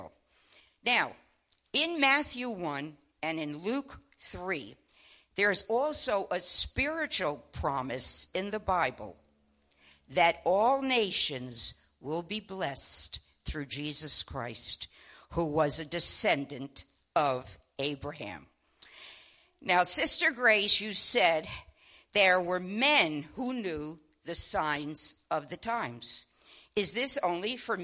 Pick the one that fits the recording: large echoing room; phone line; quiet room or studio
large echoing room